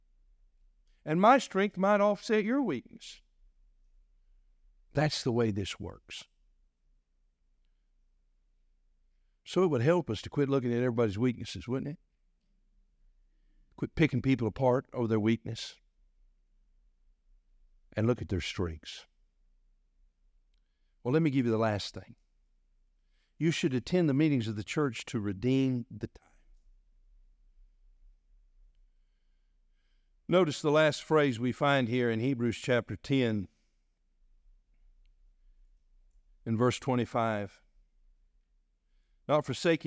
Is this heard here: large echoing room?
yes